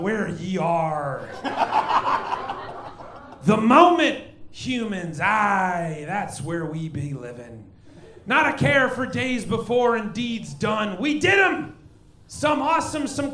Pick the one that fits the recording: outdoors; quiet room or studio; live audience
live audience